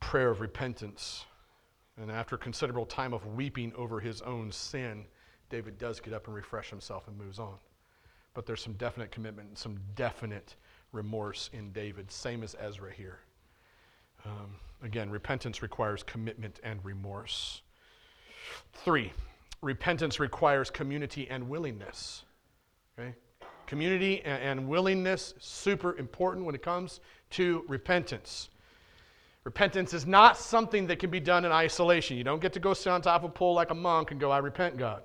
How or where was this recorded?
large echoing room